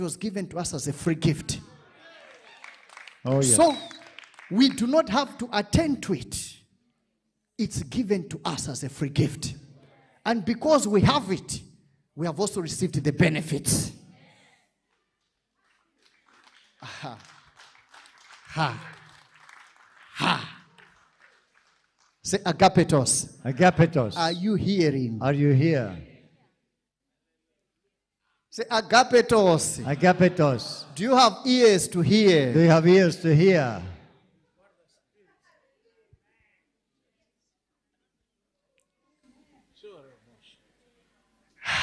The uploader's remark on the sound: This episode was extracted from our Live Church Services